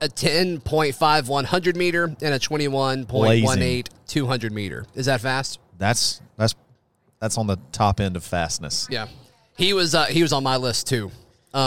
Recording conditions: busy venue